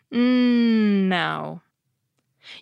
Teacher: It has to do with the pronunciation of another sound in the word, the N. Unlike P, T, and K, which completely stop the airstream for a moment, the N lets it keep going through your nose.